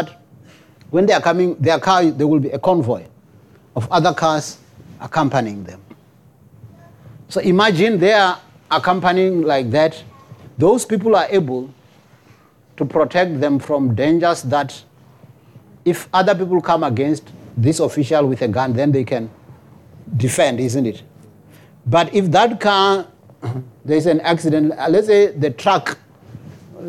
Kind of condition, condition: setting, large echoing room